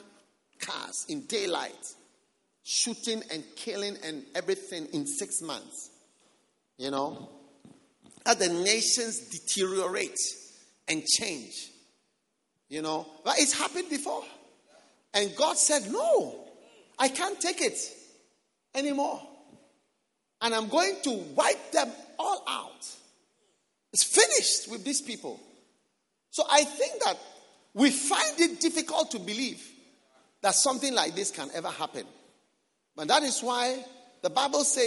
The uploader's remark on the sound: Preached at the Salvation Sunday Service.